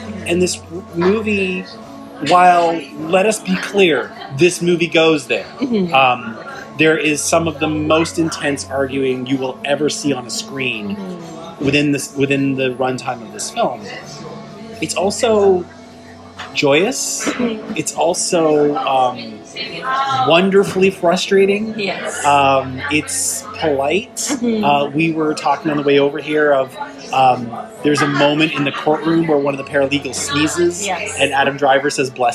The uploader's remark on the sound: What, for instance, would The Matineecast be if it was recorded out in the wild? If I traded in my Skype connections and afternoons in cozy condo confines for something more chaotic. What would The Matineecast be if it was recorded hours or even minutes after my guest and I watched the film? What if we just sat down, tapped record, and let fly?